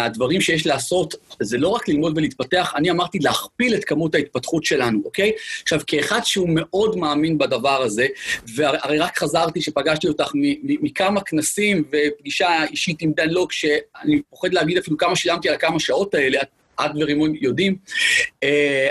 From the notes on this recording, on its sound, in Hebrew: הפרק הפעם הוא הקלטת אותו ובינר